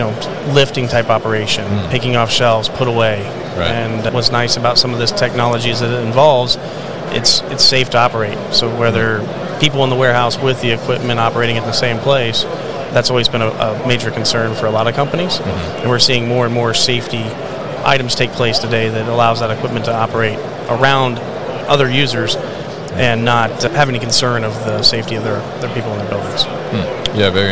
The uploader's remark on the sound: EPicker at MODEX 2022.